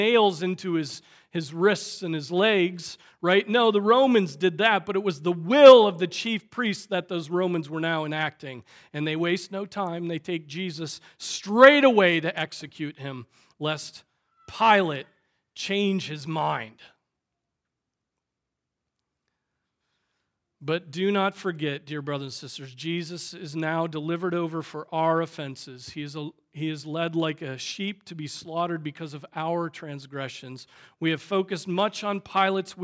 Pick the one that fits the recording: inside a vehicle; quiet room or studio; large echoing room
large echoing room